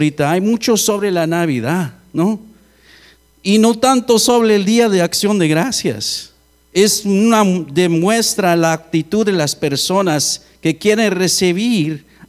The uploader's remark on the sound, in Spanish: Grabado en Iglesia La Casa Del Alfarero. Edinburg, TX.